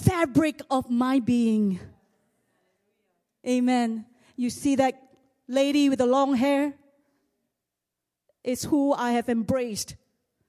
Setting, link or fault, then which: setting, large echoing room